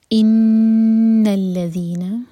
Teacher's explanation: نون پر غنہ، دو seconds کا ٹائم دیں گے